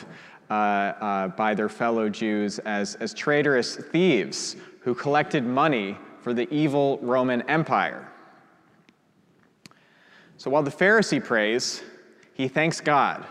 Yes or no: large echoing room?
yes